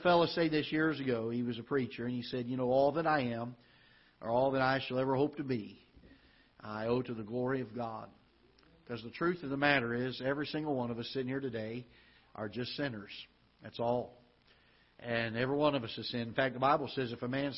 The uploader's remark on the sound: Ketha Heights Baptist Church ~ Live Broadcast